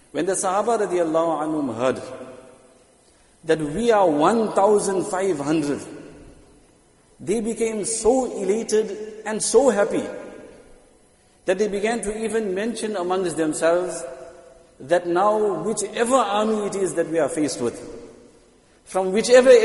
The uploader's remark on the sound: Jumuah lecture at Masjid ut Taqwa 20 Jan 2023